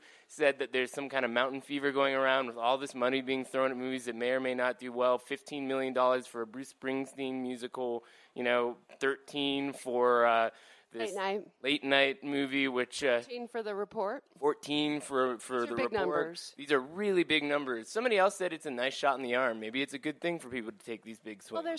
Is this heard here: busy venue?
yes